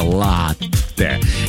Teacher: несмотря на обилие гласных, произносится твердо, без мягкости, латте. Никаких тебе латте или латте с одной буковкой Т, нет, латте.